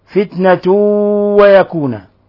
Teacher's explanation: تنوين ضم جاء بعد حرف الواو، الحكم التجويد إضغام بغنة